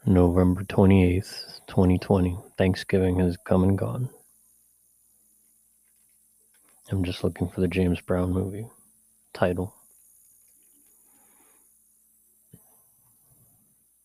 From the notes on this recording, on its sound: I have to apologize in advance for the mysterious and slight hum in the mic during the episode. The background noise is from the neighborhood.